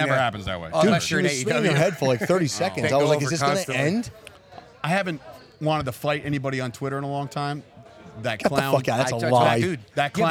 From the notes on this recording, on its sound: LIVE From "Premier Streaming Network Wrestling Showcase". The Chop Sports Fight Factory presents a LIVE/Recorded Broadcast from Metuchen, NJ for the Wrestling Showcase via Premier Streaming Network.